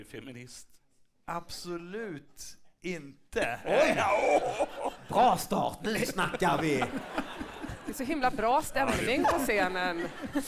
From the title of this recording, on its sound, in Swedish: Live i Göteborg!